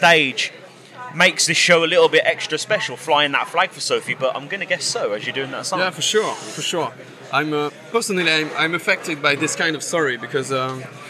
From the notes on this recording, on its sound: From our 'Live from Bloodstock 2023' series.